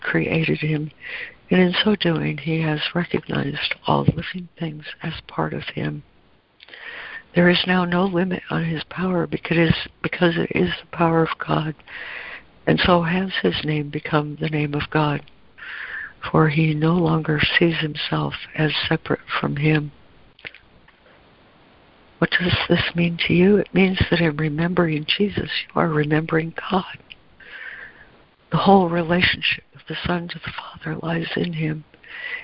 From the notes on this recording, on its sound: ACIM Daily Conference Call